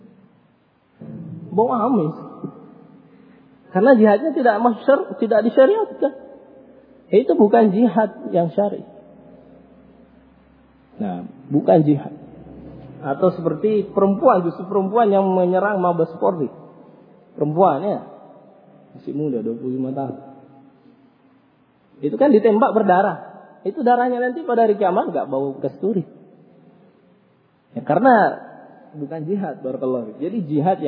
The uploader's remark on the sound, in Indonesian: Rec Audio Rekaman. Kajian Tematik Masjid Nurul Ma'rifah Bungoro Pangkep. Ba'da Maghrib.